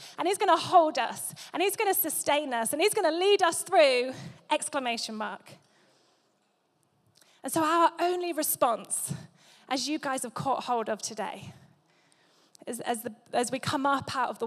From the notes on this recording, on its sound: Recorded live at Life Church Lancashire on Sunday 26th November 2023.